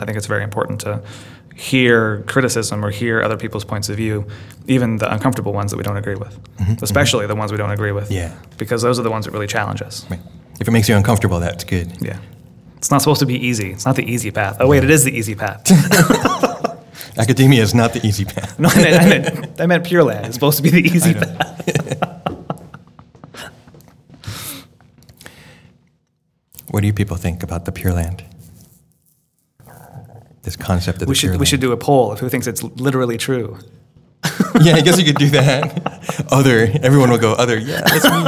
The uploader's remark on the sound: We did our first recording before a live studio audience. Setting up in the Kodo of the Jodo Shinshu Center. Did a little live mixing of our theme music before launching into a regular podcast.